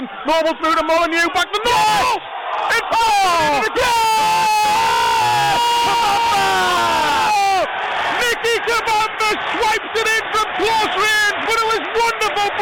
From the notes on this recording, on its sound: Listen back to how the goals sounded as they went on Pools PlayerHD's live coverage